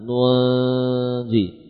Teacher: Kita siapkan mulut kita melafadzkan jim sambil kita gunnahkan dengan ukuran sempurna. Nunji. Sekali lagi suara nun yang samar berbagi antara khayshum dengan mulut, ya, dengan lisan.